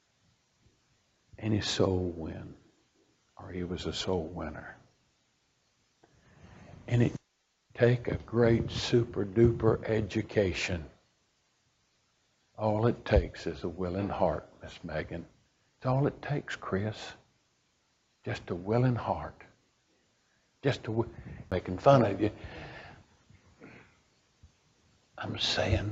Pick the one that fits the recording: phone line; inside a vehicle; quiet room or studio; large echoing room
large echoing room